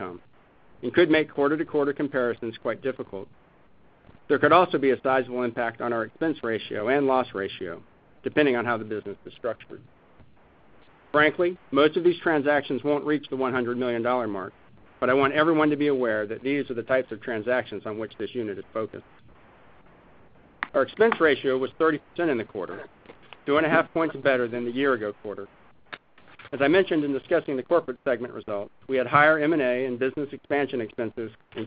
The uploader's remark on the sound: ProAssurance Earnings Conference Call, Fourth Quarter, 2014